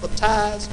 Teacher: Emphasis on the last syllable.